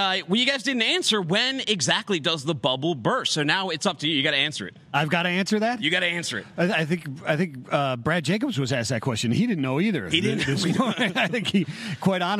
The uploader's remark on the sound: LIVE from the 3PL Summit. Live from FreightWaves 3PL Summit.